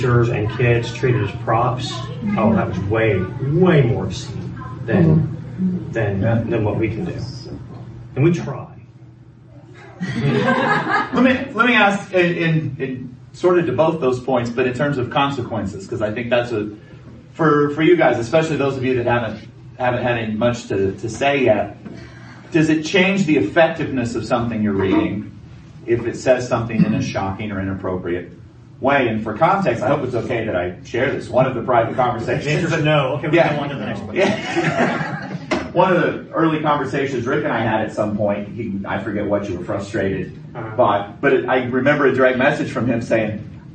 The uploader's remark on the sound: This podcast is an audio recording of the session. At EdCampOKC.